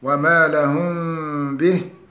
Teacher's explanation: الميم المخفاء فهي تنطق في حالة وسط بين الإظهار والإضغام، فهي ميم يقترب صوتها من حرف الباء